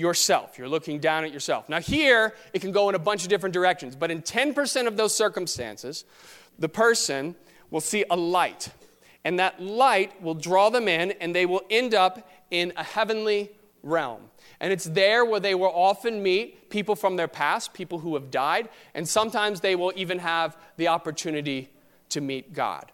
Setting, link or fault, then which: setting, large echoing room